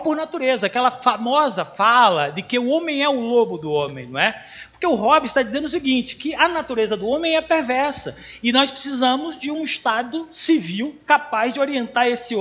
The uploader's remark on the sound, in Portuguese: Gravado no evento "Semana de Psicologia Ugv - Por uma psicologia para além da caixinha".